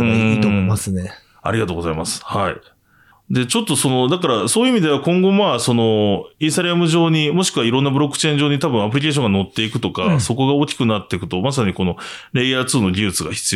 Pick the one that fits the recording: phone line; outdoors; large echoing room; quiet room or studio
quiet room or studio